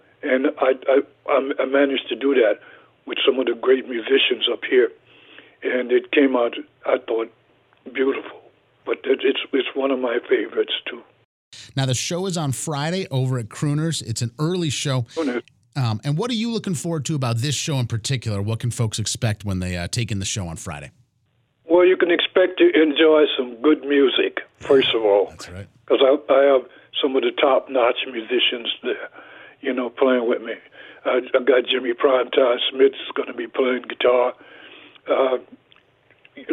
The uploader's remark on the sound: Hopped on the phone.